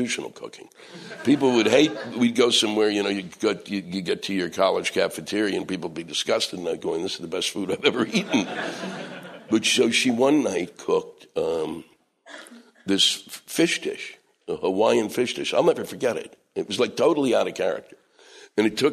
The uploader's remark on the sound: Live at Just For Laughs, Montreal